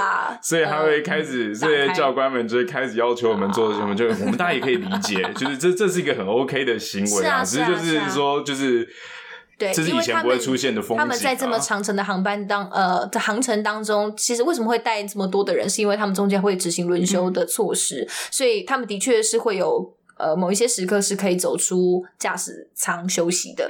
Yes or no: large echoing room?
no